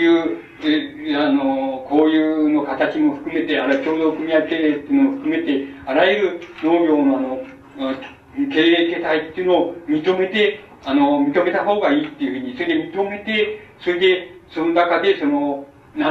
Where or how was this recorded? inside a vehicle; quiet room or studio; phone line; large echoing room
large echoing room